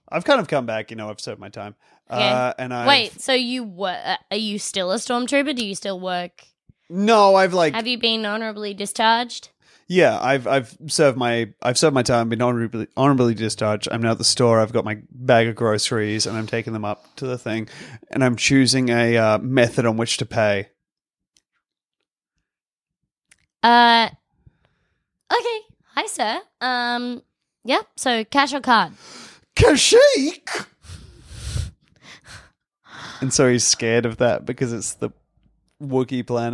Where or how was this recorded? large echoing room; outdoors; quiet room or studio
quiet room or studio